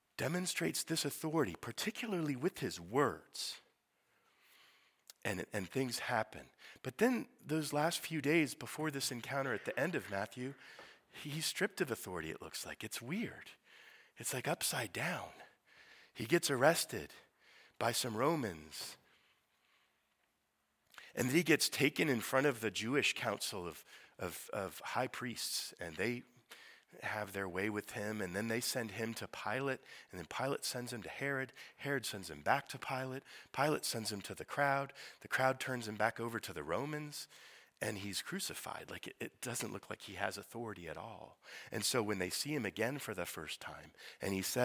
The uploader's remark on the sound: Sermon preached at Priestly Ordination Service